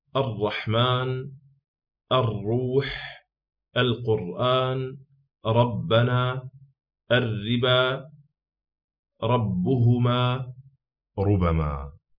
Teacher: ارتجاف وارتعاد خفيف لللسان بسبب ضيق المخرج؟ لأن الراء كما هو معلوم من طرف اللسان، فلما نقول طرف اللسان ملاصق وفي الوسط هنا يبقى فجوة يمر منها صويت ضعيف، به تتحقق صفة البينية بين الرخاوة والشدة. · Term: التكرير